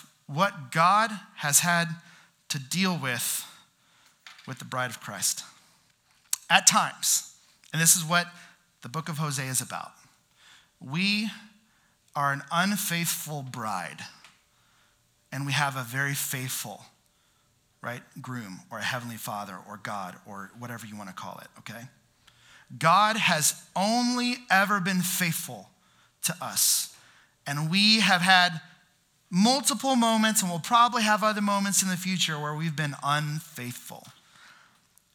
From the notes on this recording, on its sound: Houston's First Baptist Church - Sienna Campus (Missouri City, TX)